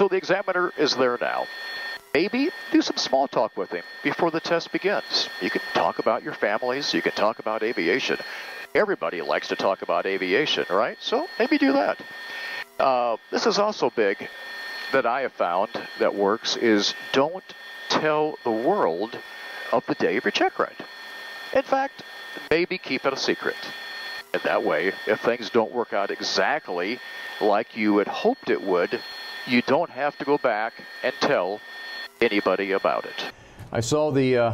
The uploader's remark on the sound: Full Presentation From Heli Expo